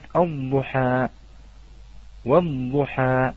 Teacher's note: نلاحظ أن هذه اللام لا توجد، لماذا؟ لأنها أدغمت في الضاد